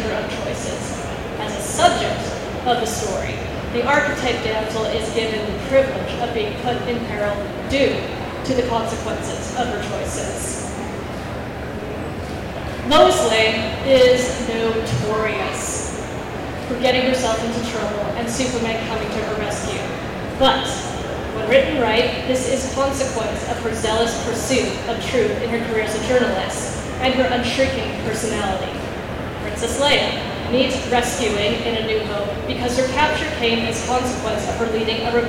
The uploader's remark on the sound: In this panel we got at Harrisburg Comic And Pop Con